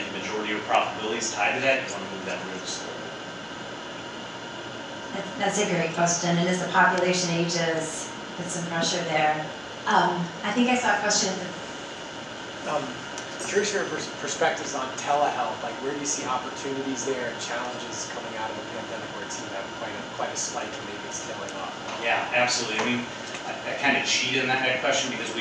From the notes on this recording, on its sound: At the Digital Health Dinner and Keynote the night before the 19th annual Healthcare Private Equity and Finance Conference.